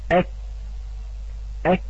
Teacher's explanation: سوف يدخل المخرج قليلا إلى الوراء وسوف يكون الحرف بدل الكاف القاف أج بهذه الطريقة. · Term: حبس الصوت